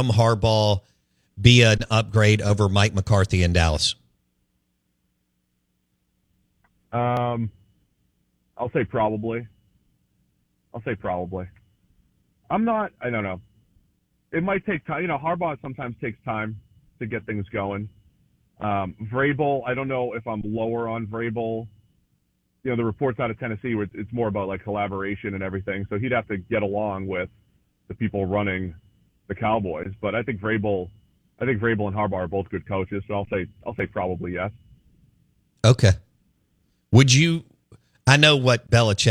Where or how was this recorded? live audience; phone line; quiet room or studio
phone line